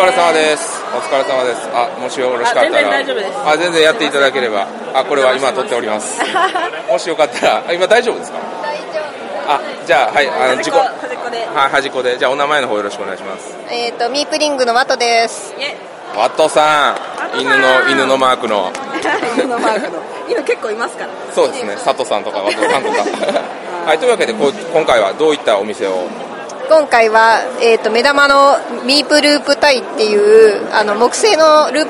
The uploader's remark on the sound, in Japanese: 第5回ボードゲームフリーマーケット in 新大阪｣に遊びに行ってきました！歩いて収録しました！